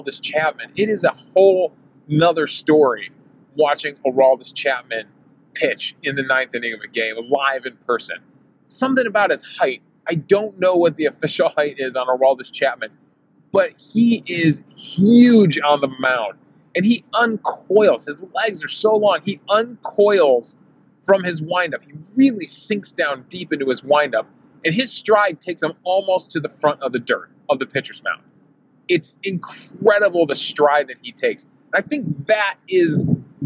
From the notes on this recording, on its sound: I recorded this episode driving home from the game in my car.